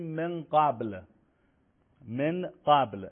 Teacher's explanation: نون در مخرج حرف بعد تلفظ میشه. مثلا میخوایم بگیم من قبل، من قبل، نمیگیم من قبل، میگیم من قبل، من قبل. · Term: اخفا